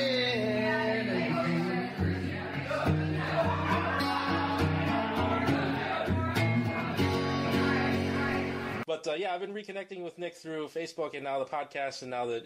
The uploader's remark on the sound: Recorded 11/30/14 Live at Cuvee Cellars Wine Bar in Elmhurst, IL